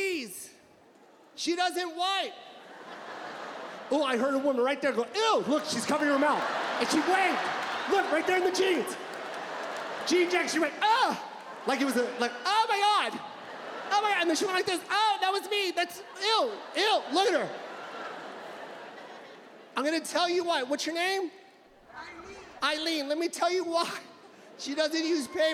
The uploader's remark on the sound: His Netflix special, "Live at the LA Forum".